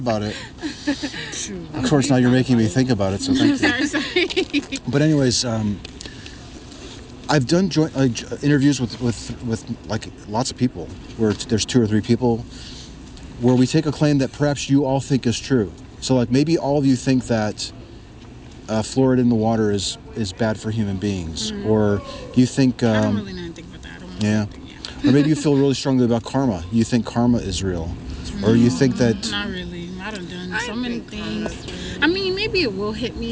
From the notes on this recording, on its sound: Location: San Antonio, Texas. The video of this encounter was not uploaded. Recorded w/Go-Pro. Edited w/PowerDirector.